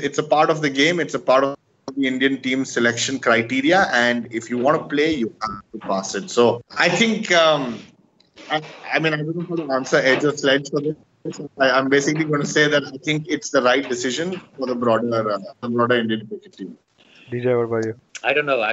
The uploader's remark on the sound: Our apologies for some technical difficulties this week - we will try to improve the audio quality